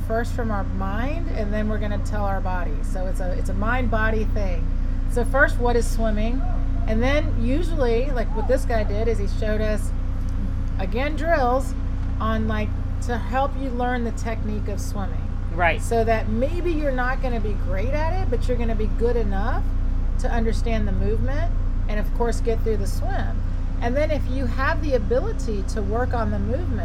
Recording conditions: sounds in the background